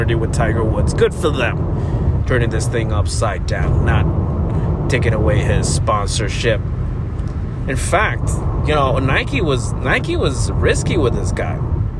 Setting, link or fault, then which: setting, inside a vehicle